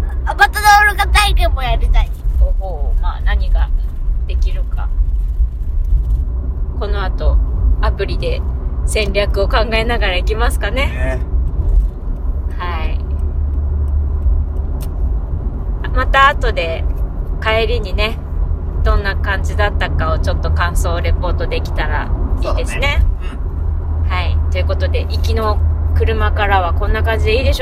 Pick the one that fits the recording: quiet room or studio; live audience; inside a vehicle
inside a vehicle